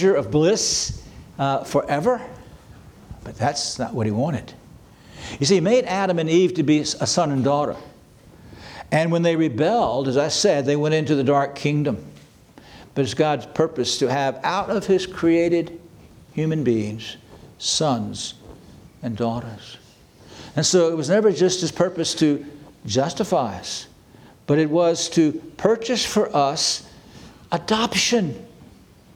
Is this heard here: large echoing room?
yes